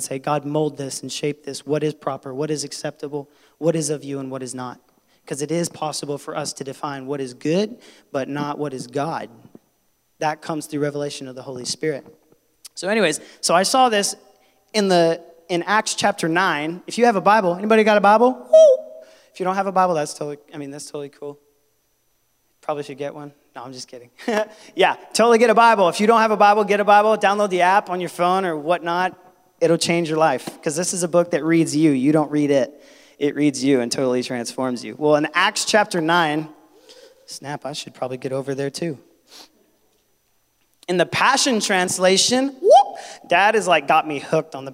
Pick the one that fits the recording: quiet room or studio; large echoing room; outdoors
large echoing room